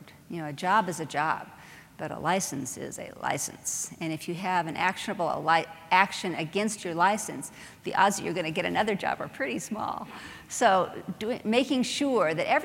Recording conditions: live audience